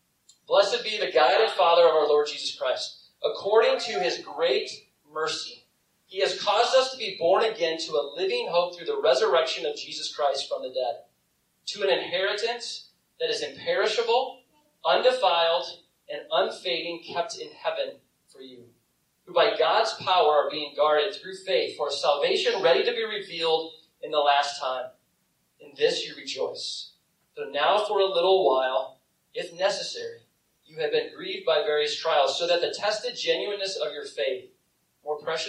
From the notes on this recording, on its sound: I apologize for the audio quality. The audio was taken from a video, but you can still hear the message.